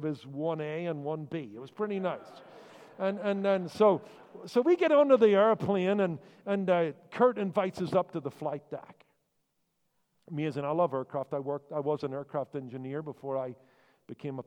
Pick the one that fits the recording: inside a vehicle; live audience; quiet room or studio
live audience